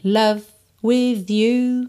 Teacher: não esquece de parar o som de love no V